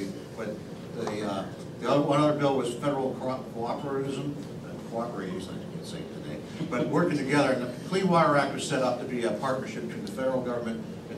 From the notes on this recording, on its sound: WASHINGTON, DC – The Ripon Society hosted a breakfast discussion with the leaders of the House Committee on Transportation and Infrastructure.